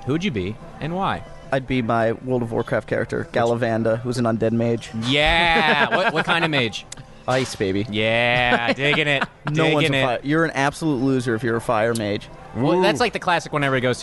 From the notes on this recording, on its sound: recorded in the heart of downtown Austin during the ATX festival